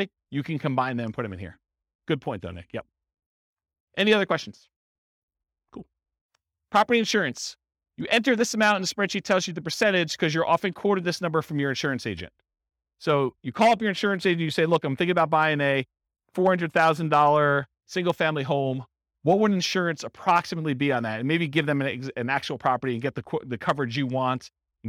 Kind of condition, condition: setting, live audience